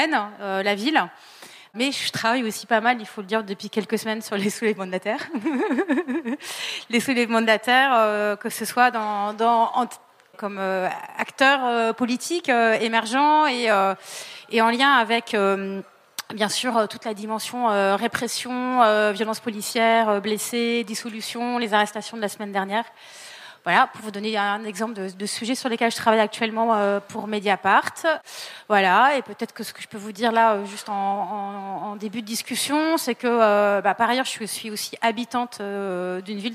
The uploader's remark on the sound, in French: Conférence enregistrée en public à la REcyclerie, en partenariat avec le podcast Présages. Ce deuxième enregistrement en live du podcast Présages.